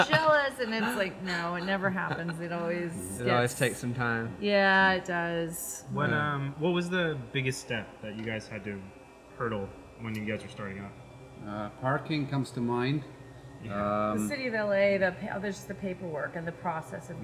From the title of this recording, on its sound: Live! From MacLeod Ale Brewing Co.